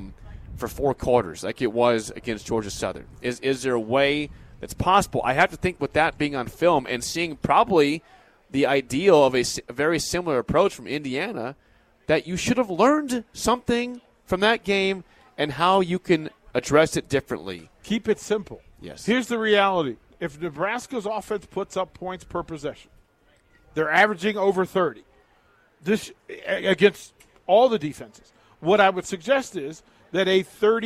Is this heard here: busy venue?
yes